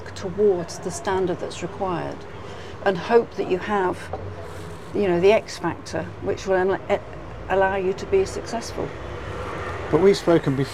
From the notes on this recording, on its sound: sitting outside the coffee shop in the seaside town of Hove in Southern England